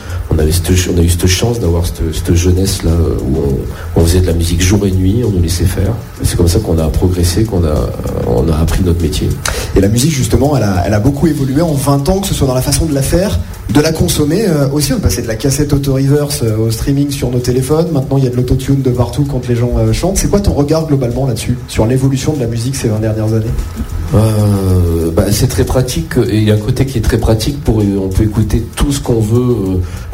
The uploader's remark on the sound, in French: Sur la scène du quai des artistes.